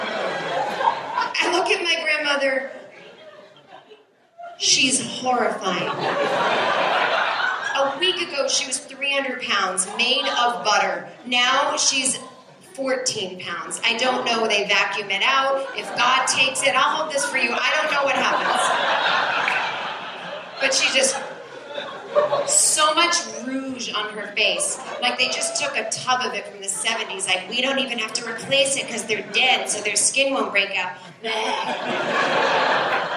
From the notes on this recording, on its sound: This is the second hour of the long-ass stand-up show that was recorded at the Bellhouse in Brooklyn September 2014.